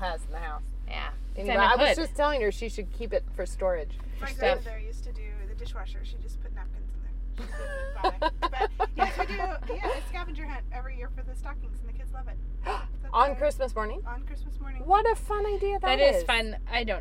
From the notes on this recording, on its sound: Not only did we podcast while driving around town.